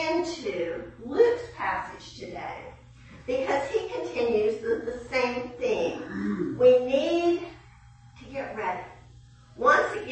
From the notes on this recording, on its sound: 9am service. During the 9AM chapel service.